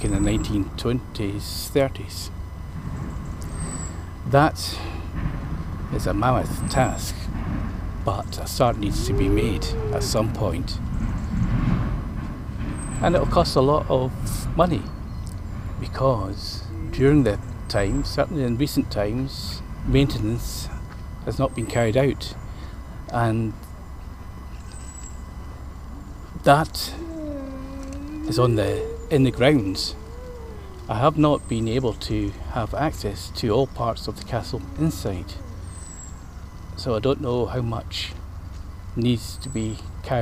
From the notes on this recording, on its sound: A walk round the grounds at Lauriston Castle